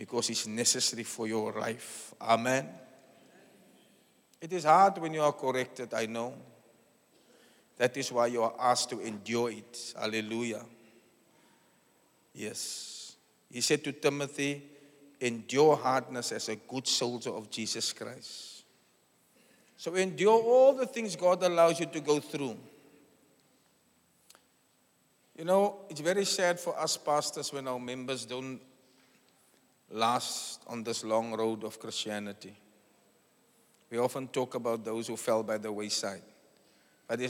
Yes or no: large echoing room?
yes